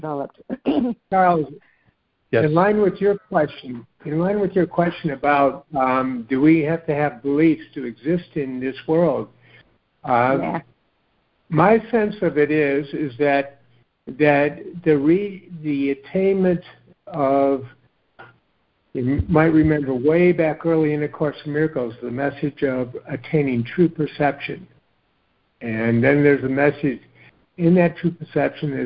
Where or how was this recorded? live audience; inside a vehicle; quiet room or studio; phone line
phone line